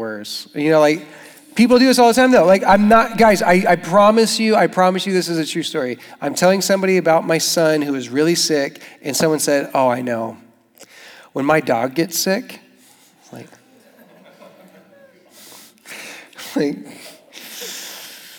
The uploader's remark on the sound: Young Adults Retreat: SFYA 24. South Florida Young Adults Conference 2024 workshop.